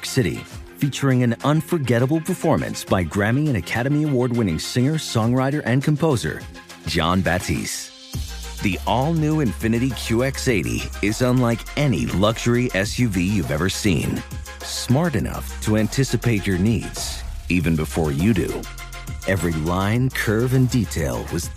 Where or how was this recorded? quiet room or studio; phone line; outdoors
phone line